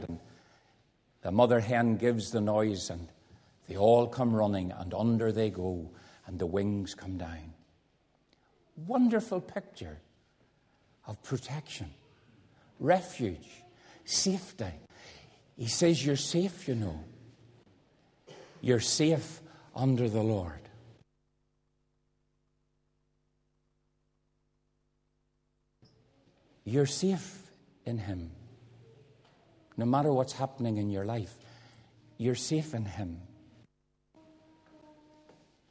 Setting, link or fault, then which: setting, large echoing room